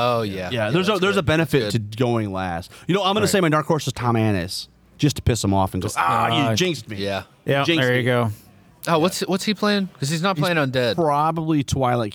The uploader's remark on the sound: Counter Charge kicks off our on-site Adepticon coverage with recordings from Weds March 22, 2023.